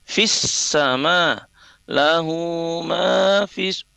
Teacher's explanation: Fi-nya fa yang berharokat kasrah itu langsung masuk huruf sin karena dia bertasdid